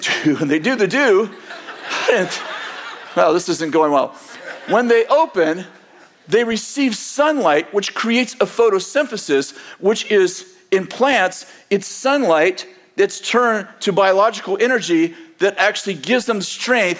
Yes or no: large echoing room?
yes